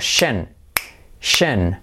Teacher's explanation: no Shion, sino Shen. Una vocal, N, y un SH, Shen.